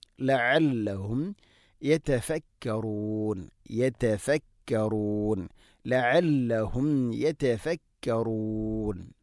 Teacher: അവസാനത്തിൽ മദ് ആരദുൽ സുക്കൂനാണ്. യതഫക്കറൂൻ 2, 4, 6 ഹർക്കത്തിൻ്റെ ഖദറിൽ അത് നീട്ടാം. മദ് ആരദുൽ സുക്കൂൻ എന്ന് പറഞ്ഞാൽ നമ്മൾ വഖഫ് ചെയ്യുന്നത് കൊണ്ടാണ് അവിടെ നൂനിന് സുക്കൂൻ വരുന്നത്.